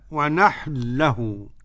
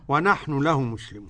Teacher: قرأ السوسي بإدغام النون في اللام · Shown in: first take